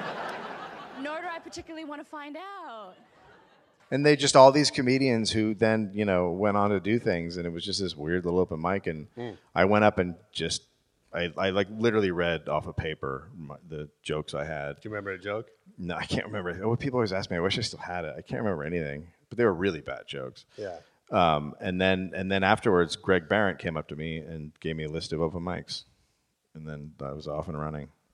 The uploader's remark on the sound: LIVE at LA Podcast Festival. In front of a live audience.